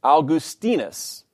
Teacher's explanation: Augustine's Latin name is properly pronounced Augustinus, with the accent on the penultimate syllable